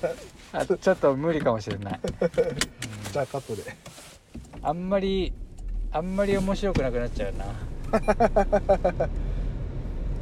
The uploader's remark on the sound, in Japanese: ドライブで、無駄なはなし